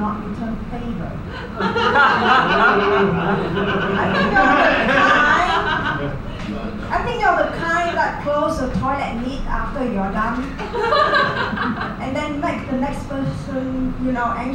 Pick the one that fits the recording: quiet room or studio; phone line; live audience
live audience